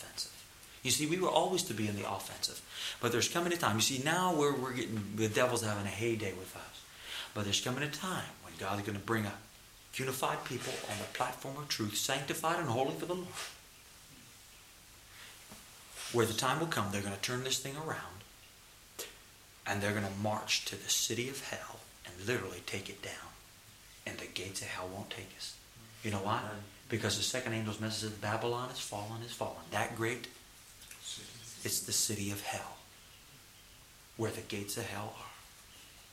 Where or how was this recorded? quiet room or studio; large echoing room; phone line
large echoing room